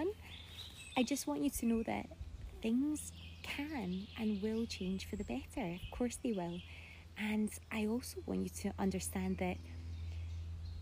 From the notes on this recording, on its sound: This episode was taken from an IG live